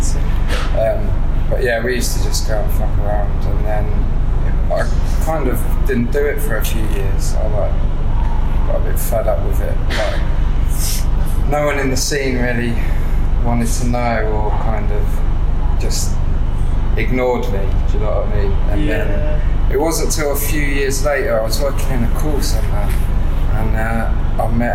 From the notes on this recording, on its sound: I thought I could fix the audio from anything but apparently I’m not as skilled as I thought. Editing it to the point I got it to was a mission. It’s been a wake up call that I need to get some proper recording equipment at some point.